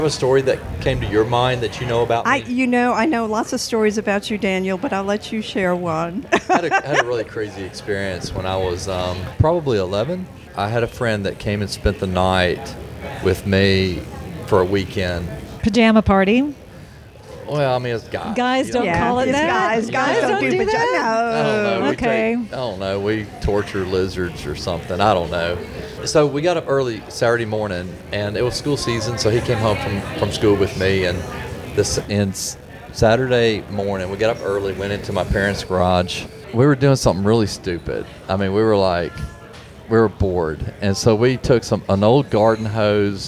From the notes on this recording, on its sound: The ambient noise in the background of this Mystic podcast is the sound of customers in Mama Mocha’s Coffee Emporium.